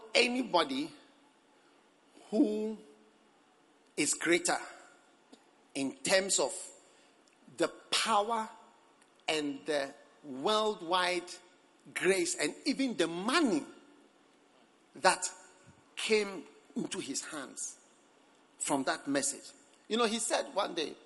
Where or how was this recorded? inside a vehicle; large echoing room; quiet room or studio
large echoing room